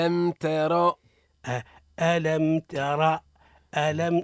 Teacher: راء مفخمة؟ مفخمة لماذا؟ لأن ما قبلها مفتوح